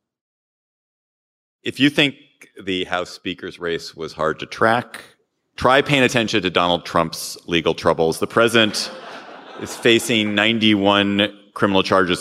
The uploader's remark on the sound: Live from Madison! Take the show on the road.